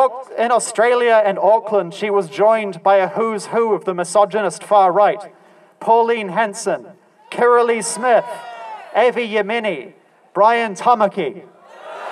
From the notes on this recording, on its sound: at the “Rally for Trans Acceptance and Reproductive Rights” in Wellington, New Zealand on 25 March 2023